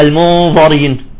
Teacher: كلمة المنذرين بفخمة بيطلع المنظرين